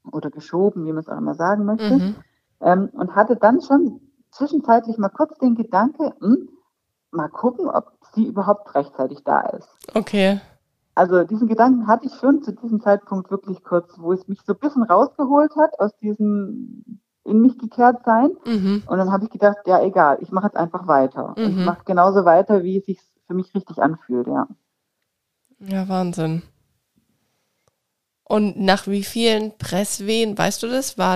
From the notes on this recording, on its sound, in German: Verzeiht mir die Audioqualität dieser Folge, aufgrund meiner aktuellen Situation konnten wir uns leider nicht vor Ort sehen. Leider ist das 5G Netz noch nicht überall ausgebaut.